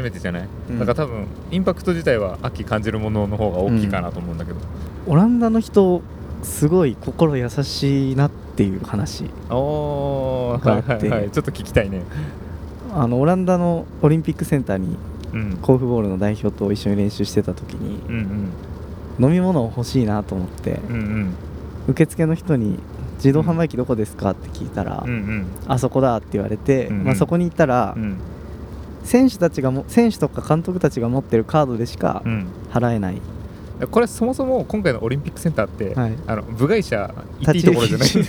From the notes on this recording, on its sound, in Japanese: オランダ実況。オランダの車の中で収録・その① ※車の中で収録したためノイズが大きいです。